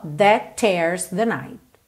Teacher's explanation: Percebe como você liga o that no tears com um T só.